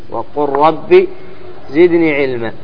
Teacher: اللام تضغم في الراء · Term: إضغام